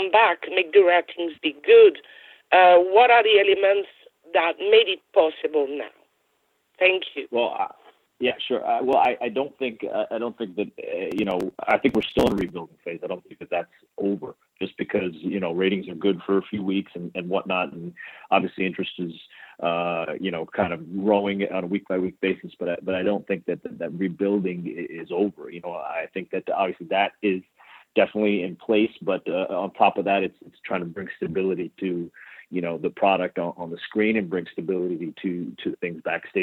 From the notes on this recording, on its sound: This is the full audio from the March 28, 2018 Impact Media Call.